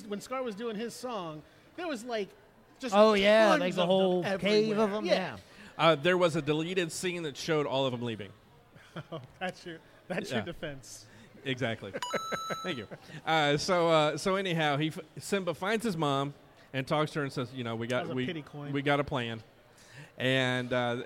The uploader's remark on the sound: LIVE from Indy PopCon. The guys go live in front of an audience for the first time.